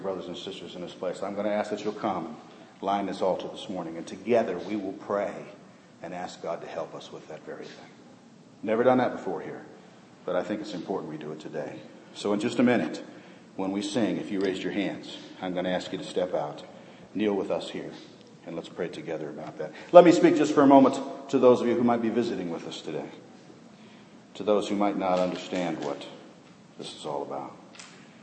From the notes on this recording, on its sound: This sermon was preached in the first service held in our remodeled auditorium.